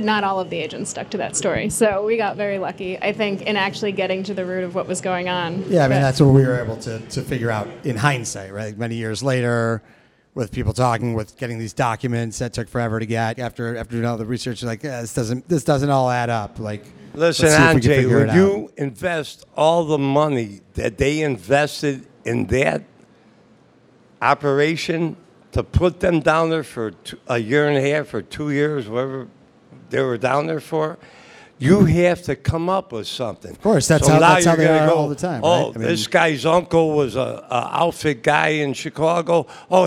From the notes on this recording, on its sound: got together at the Texas Taco Bar in Chicago to have a live panel discussion and Q&A.